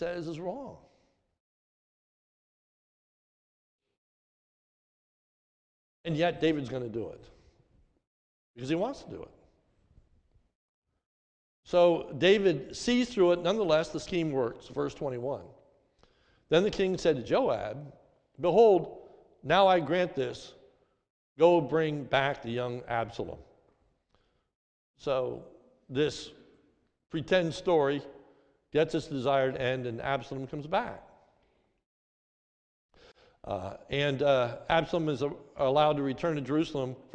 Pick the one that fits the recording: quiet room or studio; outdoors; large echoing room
large echoing room